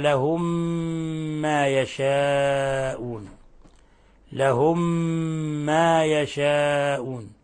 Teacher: ميم ساكنة في ميم متحركة، أضغمت الميم الأولى في الميم الثانية فصارت ميما واحدة مشددة · Term: إضغام مثلين صغير